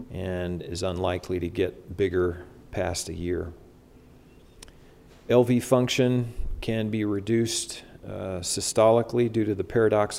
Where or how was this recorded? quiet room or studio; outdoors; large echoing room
large echoing room